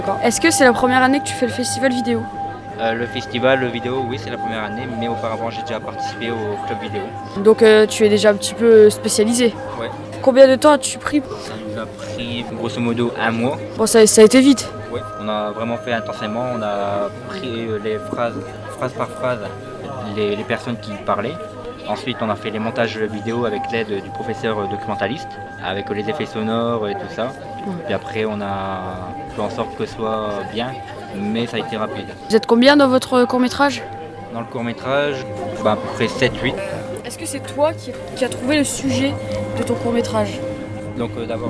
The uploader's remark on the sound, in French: Le festival vidéo d'Auchel. Aller dans les allées du festival vidéo d'Auchel.